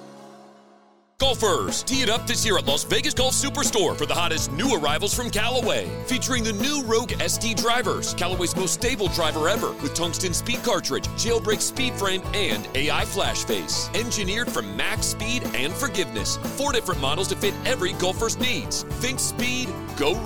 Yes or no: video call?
no